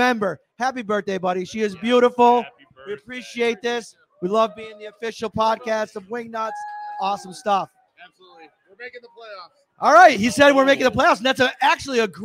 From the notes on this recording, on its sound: Live from Wingnutz at 700 Military Rd. Come out to Wingnutz North Buffalo for "SHOUT!" Live on Saturday night. They'll host a live edition of the podcast and chat with everyone before and after the show.